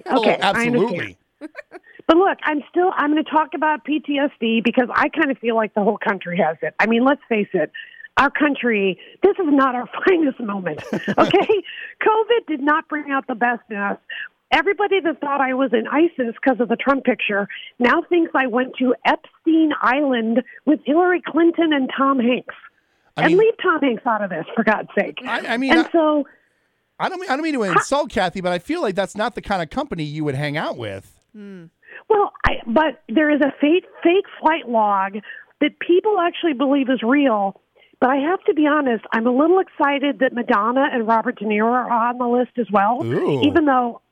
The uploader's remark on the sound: she called in to give us a little preview!